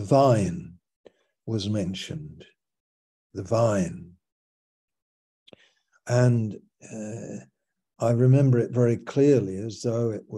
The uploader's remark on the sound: Malaysia Meets (Zoom)